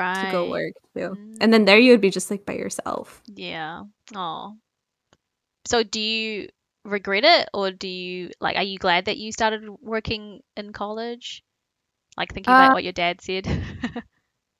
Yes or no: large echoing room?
no